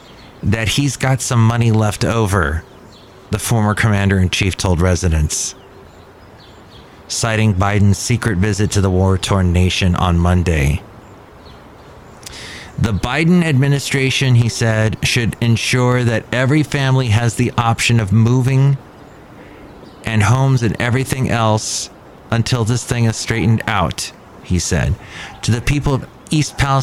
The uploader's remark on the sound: podcasts live from Cafe Anyway